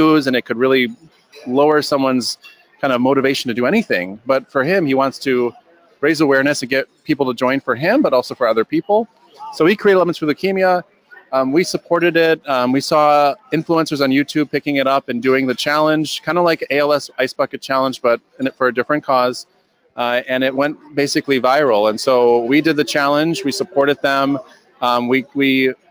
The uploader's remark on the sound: LIVE from Social Media Strategies Summit 2018 in Chicago. The Influence Factory is a LIVE webcast.